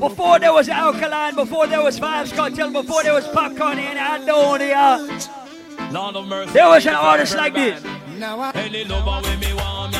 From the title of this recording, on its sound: LIVE AT ISLAND SATURDAYS ON AUGUST 19TH